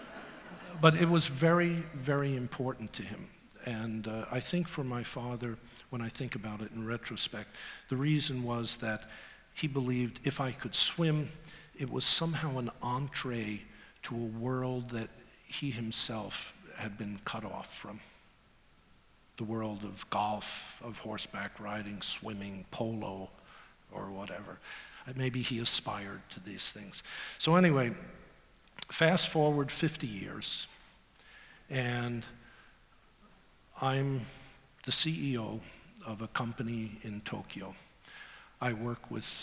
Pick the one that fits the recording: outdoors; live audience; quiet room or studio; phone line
live audience